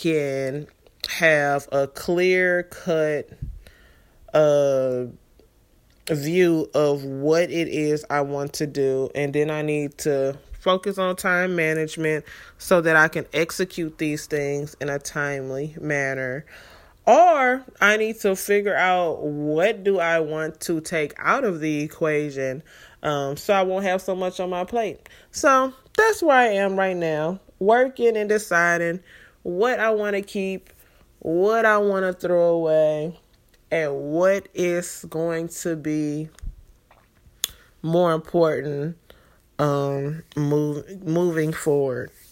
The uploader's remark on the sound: I finally sat down and recorded a podcast episode. Right at home and from my phone. I was randomly sitting here on my laptop and decided this was the time.